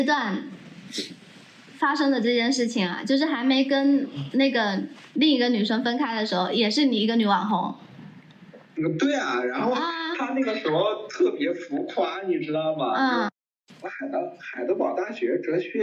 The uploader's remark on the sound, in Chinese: 这一期音频收音问题比较大，我后期调了很久还是没办法处理好。